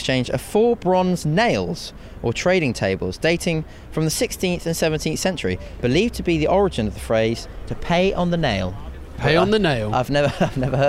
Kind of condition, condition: setting, outdoors